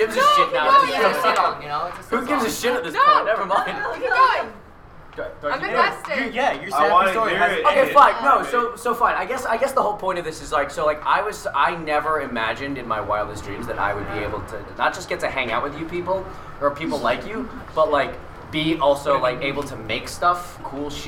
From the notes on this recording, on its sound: Recorded LIVE from a hotel hallway at Katsucon 2019 in Washington DC. Due to the un convention al recording space (pun super duper intended), the audio can be a little rough at times.